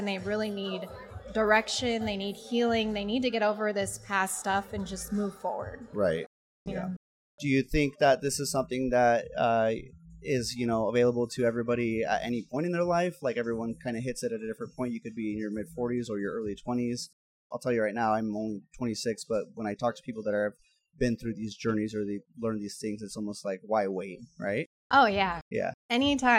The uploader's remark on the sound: Welcome to our first live event series! This podcast was recorded at the Rapunzel Salon and Spa in Boise, Idaho. The event was a 21+ Trunk or Treat where local business and indivuals came together to have a good time.